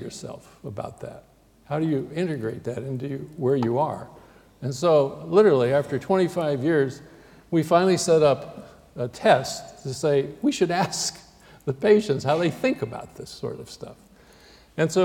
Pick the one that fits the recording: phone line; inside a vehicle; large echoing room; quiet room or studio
large echoing room